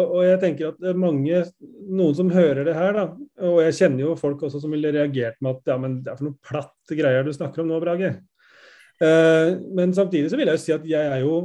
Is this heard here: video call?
yes